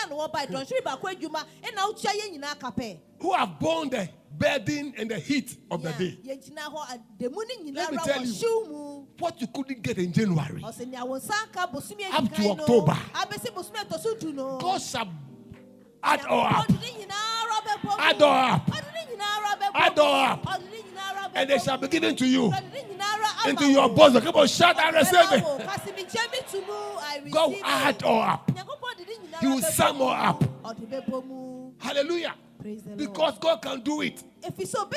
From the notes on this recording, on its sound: Preached At LCC Goshen